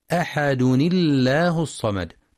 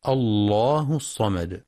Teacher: مع ترقيق لام لفظ الجلالة وصلا لكسر ما قبلها · Shown in: first take · وتفخم إذا ابتدأ بها الله الصمد.